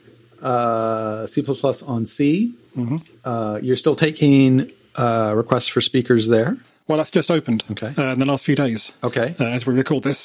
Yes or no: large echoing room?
no